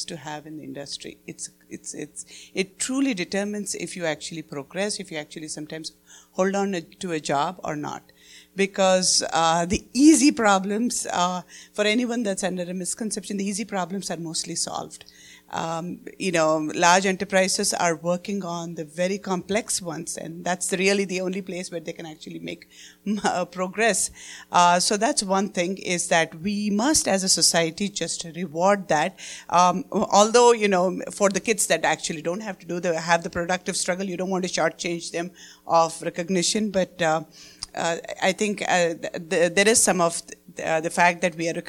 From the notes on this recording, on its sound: The following panel discussion took place during our Social Impact Connect conference night.